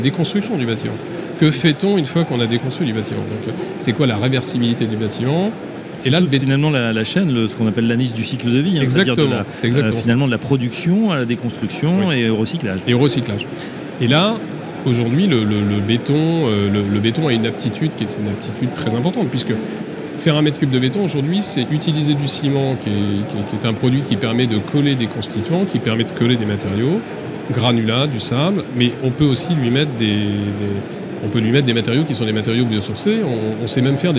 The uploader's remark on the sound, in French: Emission spéciale en direct de Batimat